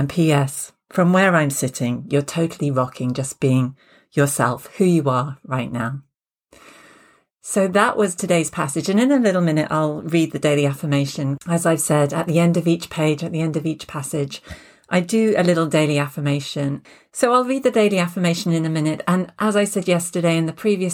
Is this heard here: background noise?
no